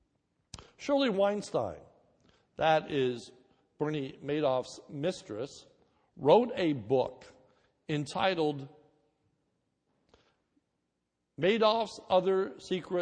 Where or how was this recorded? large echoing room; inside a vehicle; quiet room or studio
large echoing room